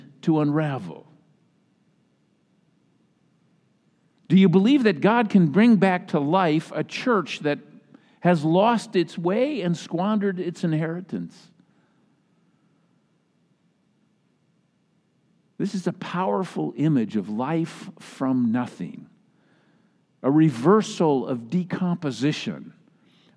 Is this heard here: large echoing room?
yes